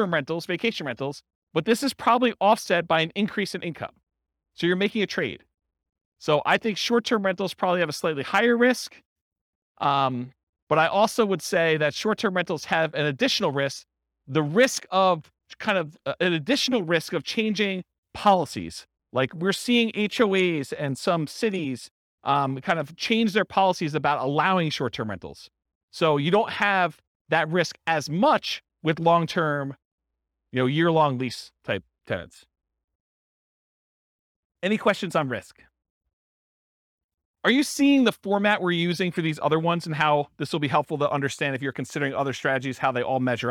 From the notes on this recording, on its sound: This was a live class recorded